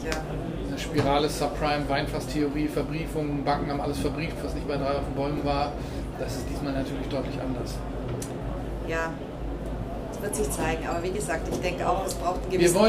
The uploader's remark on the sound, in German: Der Expo Real Live-Podcast. Herausgekommen ist ein Live-Podcast, der das Messegeschehen so wiedergibt, wie es sich für eine Messe gehört. Aufnahmegerät auf den Tisch, auf "Aufnahme" gedrückt und Tacheles gesprochen.